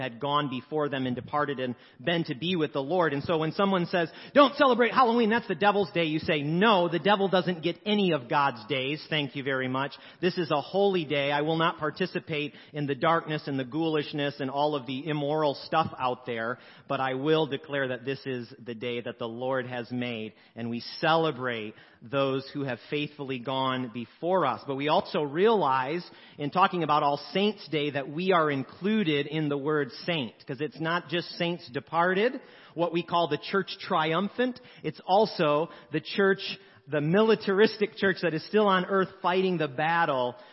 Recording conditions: large echoing room